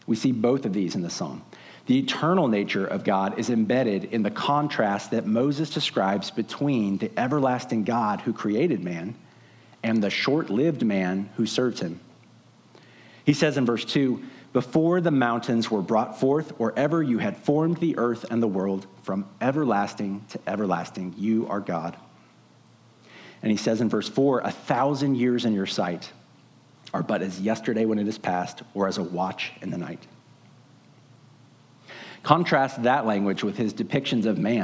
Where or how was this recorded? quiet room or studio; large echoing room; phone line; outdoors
large echoing room